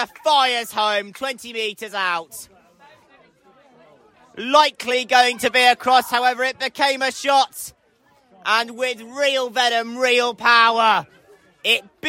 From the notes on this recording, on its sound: live coverage from Exwick